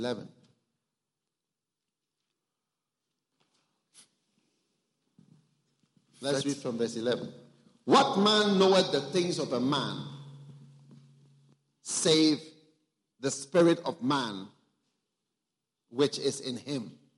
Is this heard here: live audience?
yes